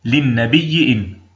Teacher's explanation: في هذا الموضع نبدل الهمزة الأولى ياء مع إدغام الياء التي قبلها فيها، ويكون النطق بياء مشددة مكسورة للنبي إن، وليس يقرأ في هذا الموضع إلا بهذا الوجه.